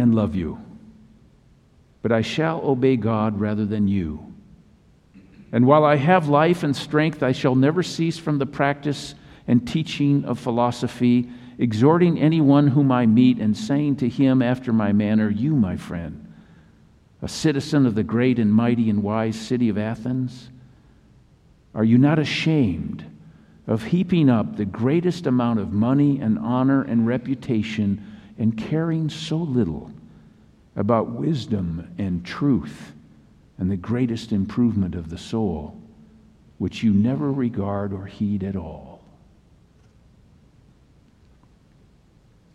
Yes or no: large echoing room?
yes